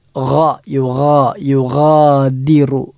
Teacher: ഗ എന്ന അക്ഷരം തൊണ്ടയുടെ ഏറ്റവും മുകൾ ഭാഗത്ത് നിന്നാണ് പുറപ്പെടേണ്ടത്